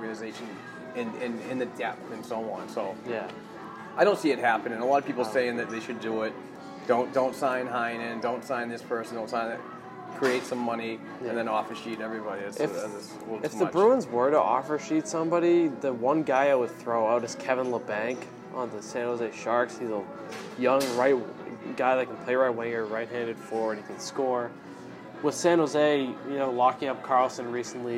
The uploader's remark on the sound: On-site recording at the 2019 Bruins Development Camp from the Rail Stop Resturant and Bar at 96 Guest Street in Brighton, Mass.